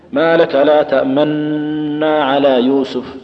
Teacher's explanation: والوجه الآخر أنك تدغم لكن تشير فقط إشارة من غير أن يظهر لها أثر في النطق على خلاف، تقول ما لك لا تأمنا على يوسف، بعد ما تخلص من الغنة تضم شفتيك ضمة بحيث يعرف السامع أنك يعني أن هذه النون مضمومة، قل ما لك لا تأمنا على يوسف، من غير ما يظهر أثر في النطق. · Term: إشمام